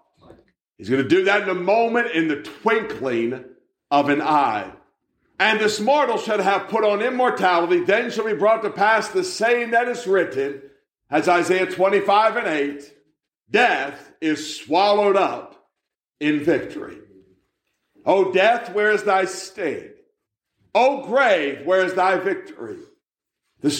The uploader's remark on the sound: A message that was preached at the Manassa Community Baptist Church in Blain, PA in November 2022.